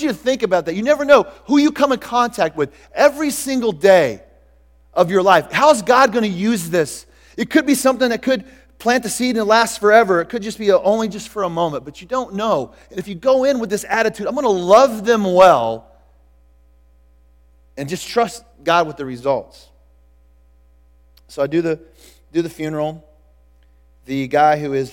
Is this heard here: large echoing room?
yes